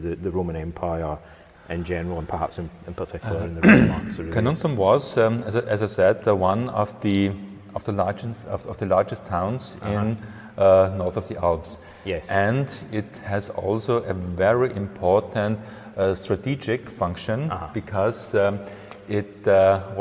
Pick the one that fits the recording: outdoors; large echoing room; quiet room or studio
large echoing room